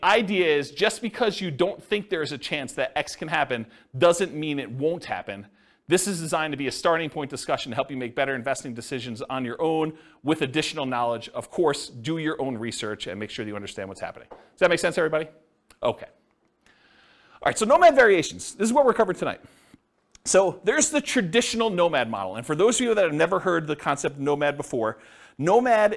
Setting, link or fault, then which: setting, live audience